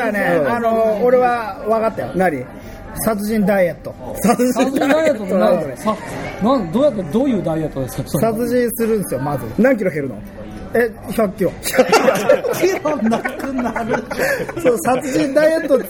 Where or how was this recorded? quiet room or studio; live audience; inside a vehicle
live audience